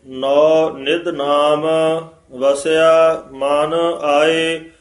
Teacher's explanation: ਇਹ ਵਸਿਆ ਕਸਕੇ ਨਹੀਂ ਬੋਲਣਾ, ਇਹ ਪੋਲਾ ਹੀ ਬੋਲਣਾ